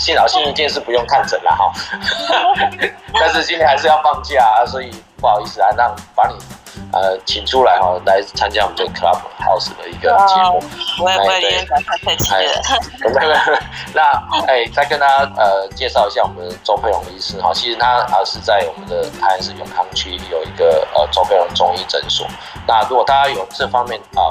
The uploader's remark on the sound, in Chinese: 本集節目為Clubhouse側錄，音質較差，還請見諒。